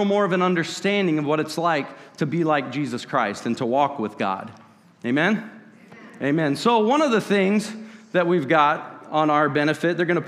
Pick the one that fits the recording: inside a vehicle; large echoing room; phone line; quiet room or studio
large echoing room